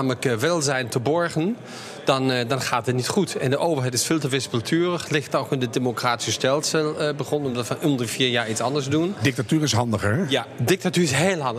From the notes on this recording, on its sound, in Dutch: Live vanuit Circl op de Zuid-as.